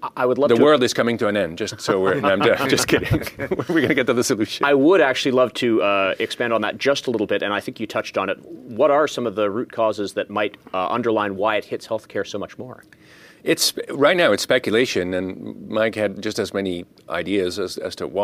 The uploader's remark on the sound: At the most recent edition of the Pharma Manufacturing World Summit held May 15-16, 2023, in Boston. At the most recent edition of the Pharma Manufacturing World Summit held May 15-16, 2023, in Boston.